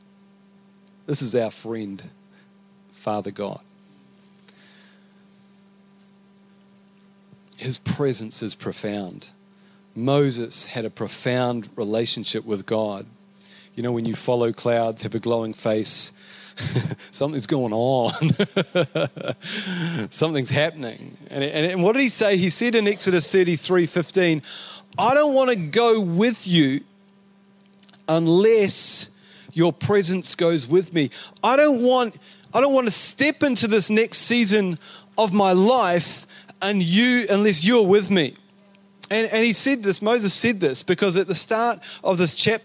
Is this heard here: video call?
no